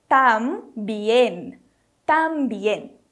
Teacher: mas o E, ele fica E e não nasaliza